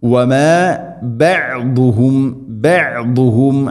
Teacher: നാവിൻ്റെ ഏതെങ്കിലും ഒരു സൈഡ് അണപ്പല്ലുകളോട് ചേർന്ന് ഇസ്തിഇലാന്റെ അക്ഷരമാണ് ദാദ്, സ്വരഭാരത്തിൽ ഉച്ചരിക്കണം.